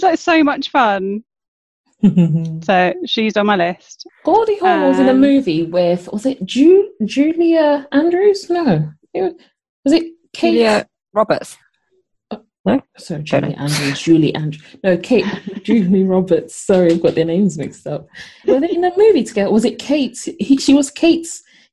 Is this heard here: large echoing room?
no